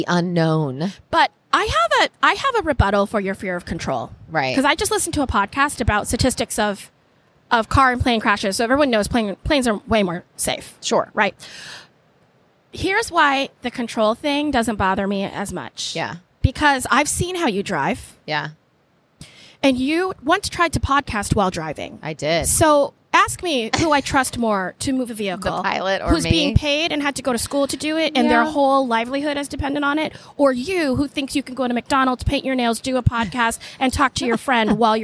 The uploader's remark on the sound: on location at Podfest Orlando